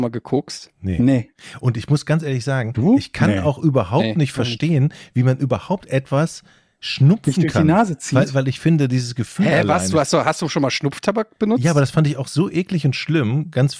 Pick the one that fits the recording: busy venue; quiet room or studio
quiet room or studio